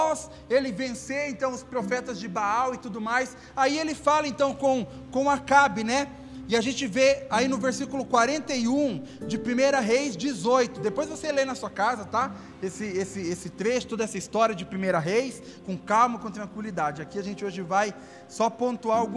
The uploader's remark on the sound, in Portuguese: Áudio do Culto de Domingo do dia 12/12/2021.